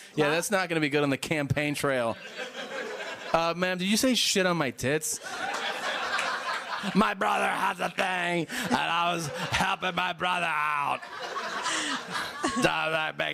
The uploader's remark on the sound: Live From Pasadena